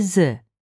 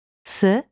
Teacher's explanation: Mettiti nella posizione dell'immagine e prova a ripetere i due suoni. Quando pronunci Z, che è una consonante sonora, dovresti sentire una vibrazione delle corde vocali, mentre quando pronunci S, il suono è sordo